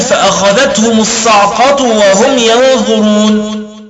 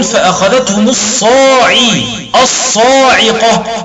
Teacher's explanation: هنا قرأ الكسائي بقصر المد وإسكان العين · Shown in: first take · أي يقول: فأخذتهم الصعقة.